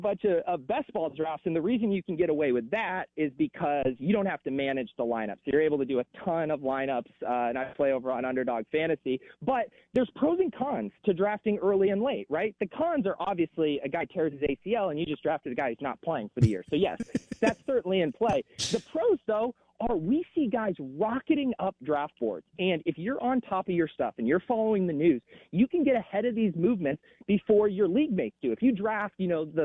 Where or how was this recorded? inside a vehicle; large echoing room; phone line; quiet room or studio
phone line